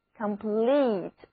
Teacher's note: 单词中间的字母 E 读作长的 E，重音第二个音节